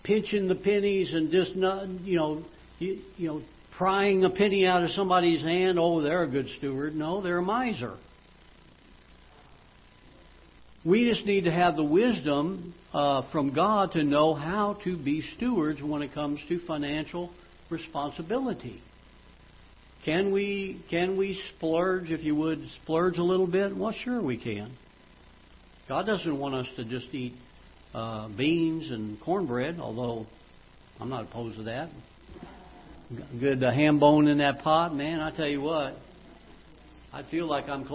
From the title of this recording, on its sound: Ketha Heights Baptist Church ~ Live Broadcast